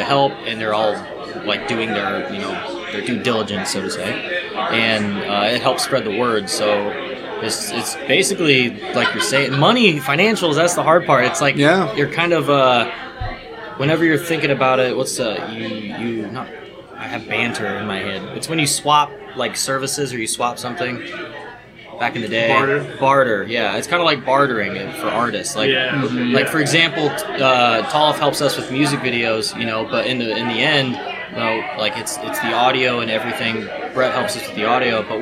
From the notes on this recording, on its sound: exclusive conversations that were recorded on site at the 16th Annual Iowa Independent Film Festival